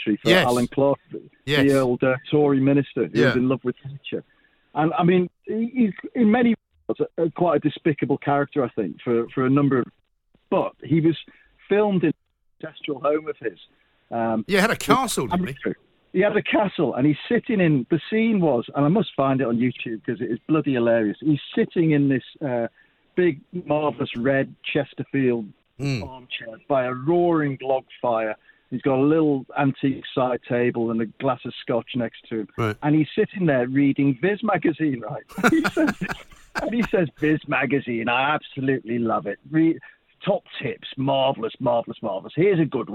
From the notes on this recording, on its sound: (via studio). (via phone).